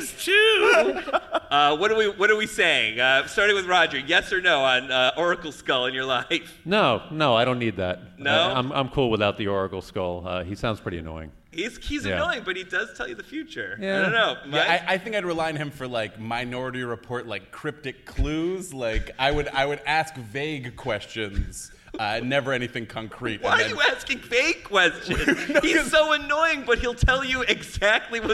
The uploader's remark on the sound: Recorded live at a lovely library several blocks away from San Diego Comic-Con 2016! The show was recorded with TWO different audio devices for ONE audience member.